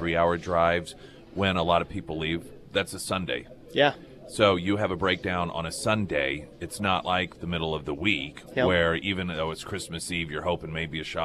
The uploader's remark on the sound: Live at Scramblers Diner for the Friday Road Show. Today is a First Responders Breakfast!